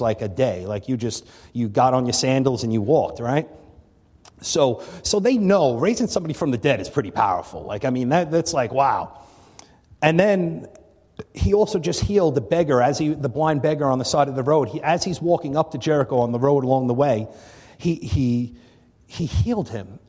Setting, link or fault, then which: setting, large echoing room